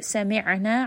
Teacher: ayn has tawassut. So just rest on this ayn, roll it a little bit in the throat.